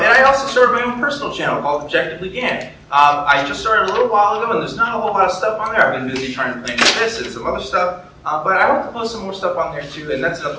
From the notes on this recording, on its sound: Columbus, Ohio. My presentation for the Secular Student Alliance Convention 2018!